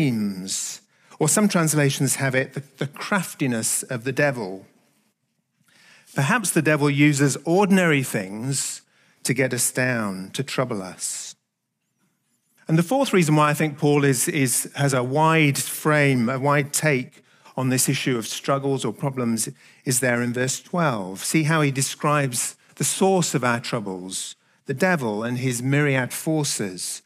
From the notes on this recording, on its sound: Recorded at the Hukanui Bible Church morning service on Sunday the 22nd of October 2023 during the 10:00 am service.